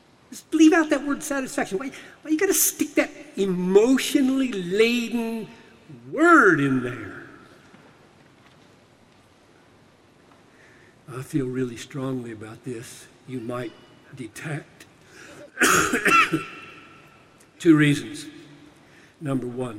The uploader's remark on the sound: Delivered this message during a breakout seminar at the Sing! 2018 Conference in Nashville.